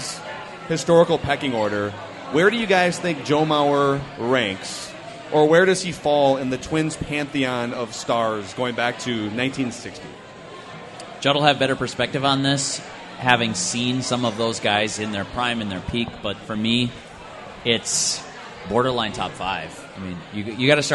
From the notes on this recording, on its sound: sit down at Fulton Brewery in Minneapolis